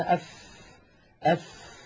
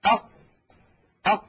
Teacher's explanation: مثلا يقولون أف أف، فيجدون بأن مع الفاء يخرج هواء ويخرج نفس عند النطق بها · Shown in: first take · وتستطيع أخي المشاهد في البيت أن تجرب بأن تضع يدك هكذا أمام فمك، أف أف، فتجد بأن هناك هواء يتدفق مع خروج الفاء. · Term: يجري معها النفس